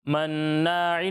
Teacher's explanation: गुन्ना होता है, यानी नाक में आवाज ले जाकर उसकी अदायगी करते हैं, ठीक है। तो यहाँ नून मुशद्दद है, गुन्ना करना है, नाक में आवाज ले जाकर इसकी अदायगी करनी है, ठीक है।